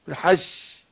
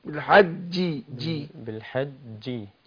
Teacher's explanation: خد بالك وكل اللي متابعنا ياخد باله في كلمة الحج هنا ناخد بالنا ان الجيم حرف قوي حرف مجهور شديد بيحصل فيه حبس للنفس والصوت · Shown in: second take · فهنا وأذن في الناس بالحجية بيحصل قلنا الجيم بتخرج من وسط اللسان ظهر اللسان اهو والحنك الاعلى.